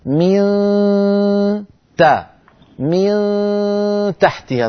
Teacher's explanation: الأمر الثاني، لما تقول من تحتها لا تلصق لسانك عند إخفاء النون الساكنة عند التاء، اترك طرف لسانك قريب جدا من مخرج التاء دون ملاصقة، فإذا انتهى الإخفاء تقرع بلسانك مخرج التاء